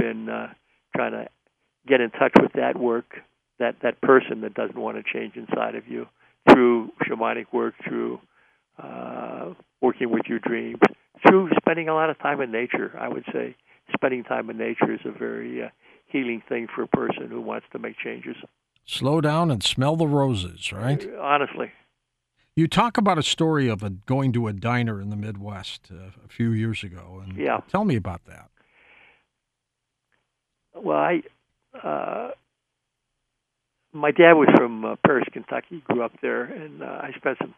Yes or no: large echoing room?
no